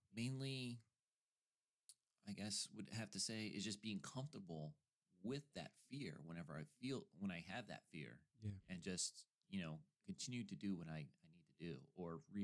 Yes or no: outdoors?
no